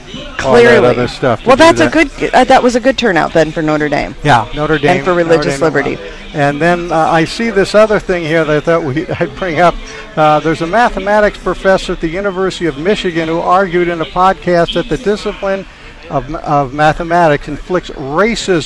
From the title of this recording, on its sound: Live at the Iowa State Fair 2021